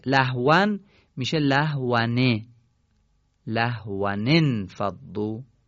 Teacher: و ثقیله، نمیشه ما دو تا ساکن و وسط کلام پهلو هم بخونیم، لذا به ساکن اول کسره میدیم. یعنی تنوین به صورت نون مکسوره خوانده میشه · Term: التقاء ساکنه